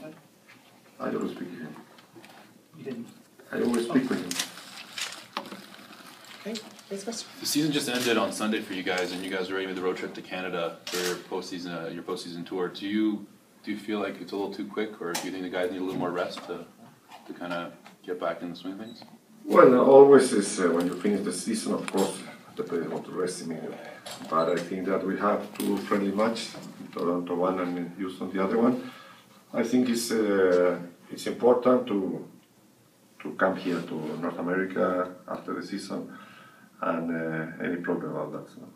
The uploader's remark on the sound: Press conference at BMO Field. Spoke with reporters before their friendly against Toronto FC of MLS at BMO Field.